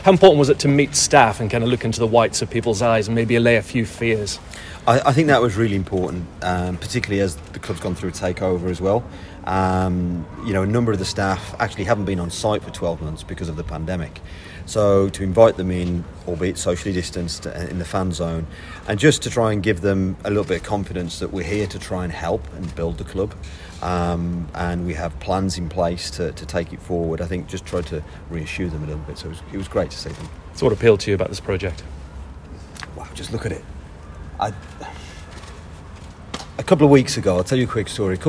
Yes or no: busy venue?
yes